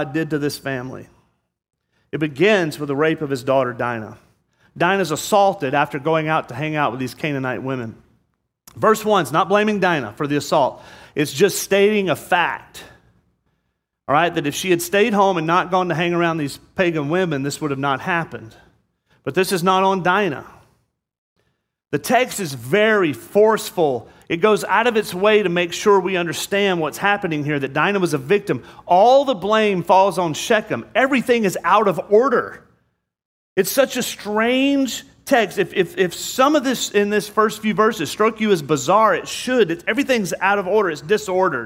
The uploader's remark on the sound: This sermon was preached on Sunday, July 3rd, 2022. At Murrieta Valley Church in Murrieta, California.